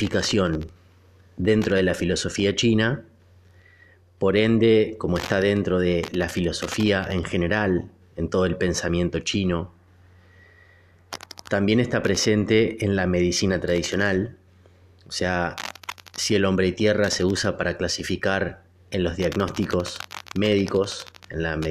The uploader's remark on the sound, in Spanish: Perdón por la interferencia que sale en el audio, que no sé de dónde